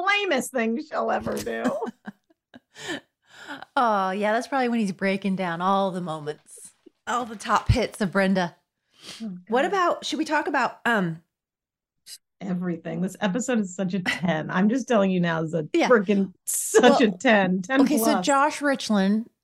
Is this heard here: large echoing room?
no